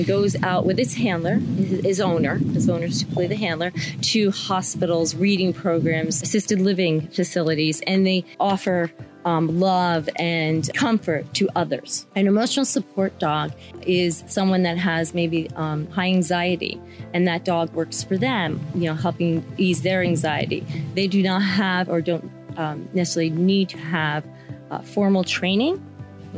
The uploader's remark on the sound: This episode was recorded outdoors due to Covid-19, and was recorded by a busy street. Please pardon the background noise.